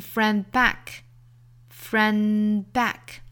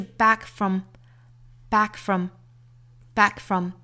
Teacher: k 的发音。前面是 friend back, friend back.后面是 back from, back from, back from.大家能听出区别吗？前面这个 d 的发音其实是完全的失去爆破了，后面 k 是白口型，但是不十足爆破